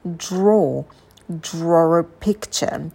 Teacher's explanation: появляется звук r, потому что у нас первое слово заканчивается на долгий o · Term: intrusive r